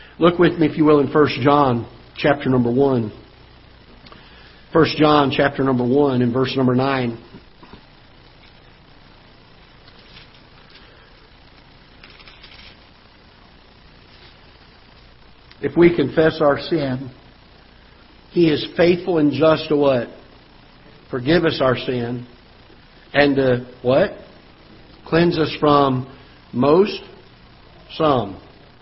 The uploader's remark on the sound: Ketha Heights Baptist Church ~ Live Broadcast